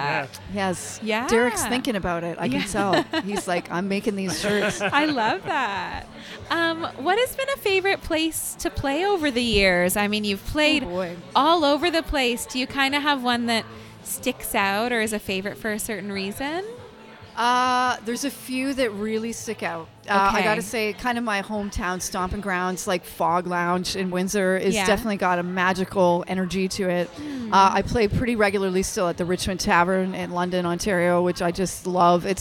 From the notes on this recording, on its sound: LIVE from AOK. AOK Craft Beer + Arcade in Downtown Kitchener.